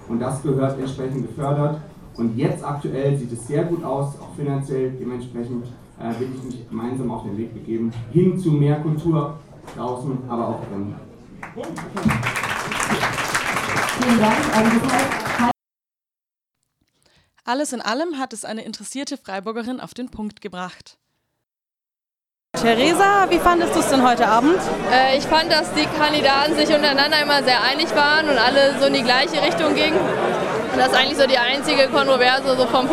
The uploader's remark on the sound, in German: gab es im Atlantik eine Podiumsdiskussion der anderen Art.